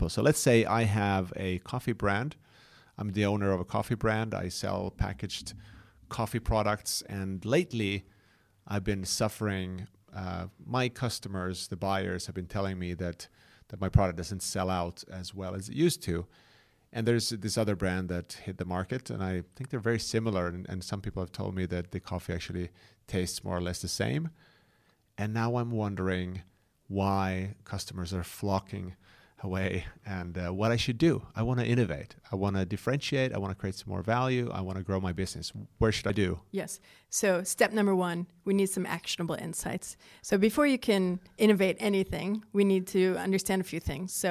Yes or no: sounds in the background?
no